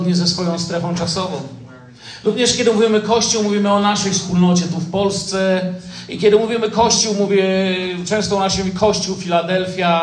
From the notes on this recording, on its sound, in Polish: Wykład nagrano w Zborze Kościoła Zielonoświątkowego w Tychach podczas uroczystego nabożeństwa z okazji 10 rocznicy powstania Zboru.